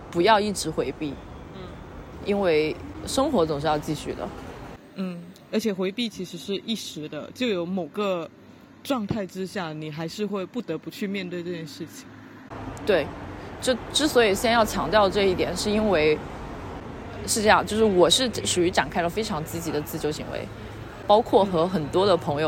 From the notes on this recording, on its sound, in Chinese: 本期播客是在马路边录制的即兴聊天，会有各种各样人间杂音，也可能会有一些录制得不是特别清晰的地方